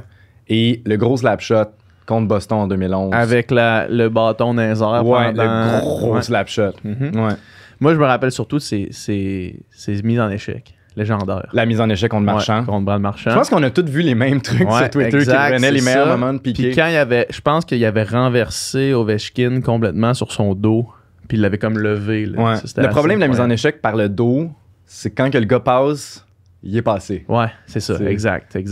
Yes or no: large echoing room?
no